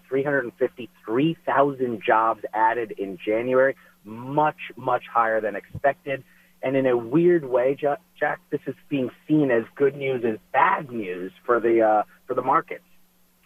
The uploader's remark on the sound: Calling in LIVE from South Carolina. In the Sig Sauer Studios.